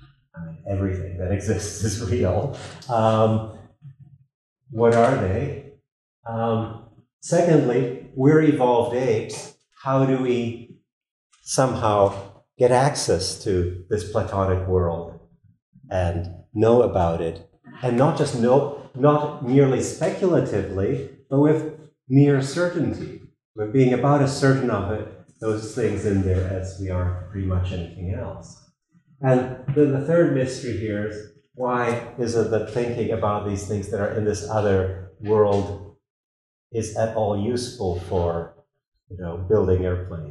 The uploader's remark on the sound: This lecture was given on March 28th, 2023, at the University of Texas at Austin.